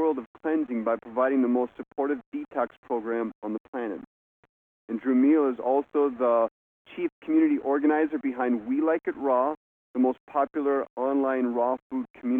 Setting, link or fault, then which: link, phone line